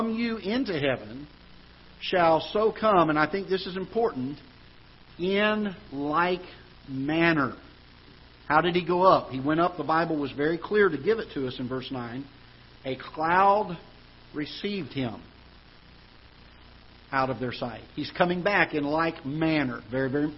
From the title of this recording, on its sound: Ketha Heights Baptist Church ~ Live Broadcast